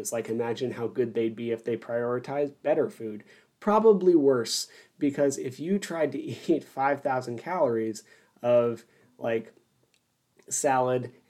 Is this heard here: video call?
no